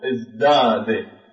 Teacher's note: فلذلك عندما جاءت الزاي هنا في ازدادة، الزاي حرف مجهور والتاء حرف مهموس، فلا يحصل التلاؤم بين هذين الحرفين، فماذا نفعل حتى نحدث هذا التقارب؟ فنبدل التاء إلى حرف مجهور · التاء مهموسة نظيرها الدال مجهورة، فلذلك نقول ازداد، فأبدلنا التاء إلى دال لأنه نظير التاء المهموسة هي الدال · Term: المماثلة